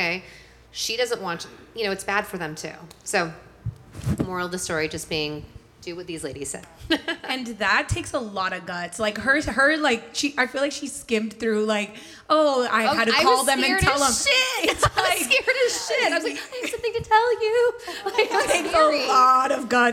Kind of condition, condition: setting, live audience